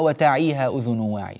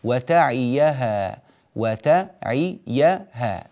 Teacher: فالعناية بفتح الياء وإعطائها زمنها الكامل واجب ضروري · Shown in: second take · ينبغي العناية به.